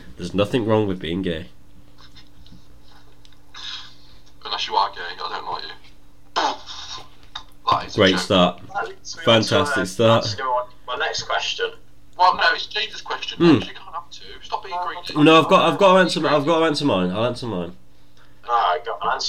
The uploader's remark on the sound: With bad audio.